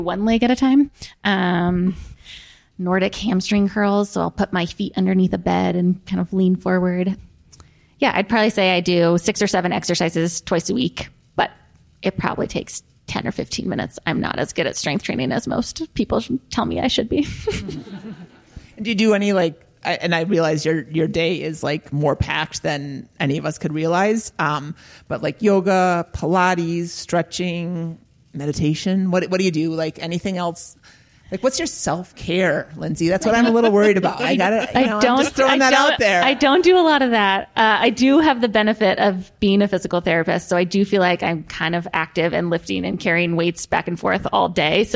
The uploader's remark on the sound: Live w/ a P.T. from the Central Oregon Retreat. This recorded-with-an-audience episode.